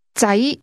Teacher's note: The word sons is pronounced with a mid-rising tone.